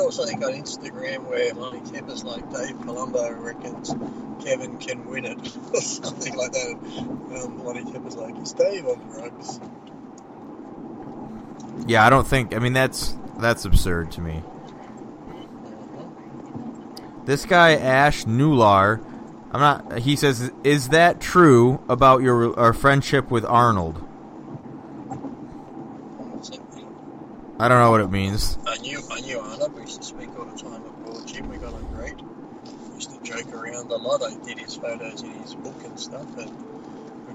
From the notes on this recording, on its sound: Records from the car on his trip across Australia.